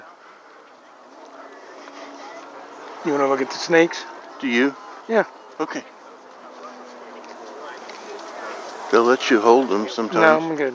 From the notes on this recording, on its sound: We are going Walking With Wildlife at the Great Plains Nature Center.